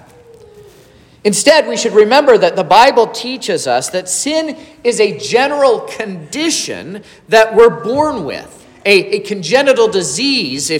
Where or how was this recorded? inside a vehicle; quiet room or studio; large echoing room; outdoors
large echoing room